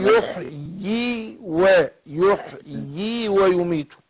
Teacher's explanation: ياء على السطر، لأن هي ياءين، هي مرسومة ياء لكن إحنا بننطق ياءين